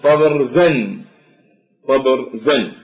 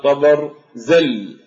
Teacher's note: ويلاحظ إجماع اللهجات الثلاث على إبدال التاء من تبر إلى طاء